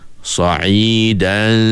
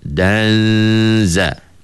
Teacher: Masa kita dengung sa'idan itu, kita punya makhraj zai telah pun bersedia hampir pada makhrajnya.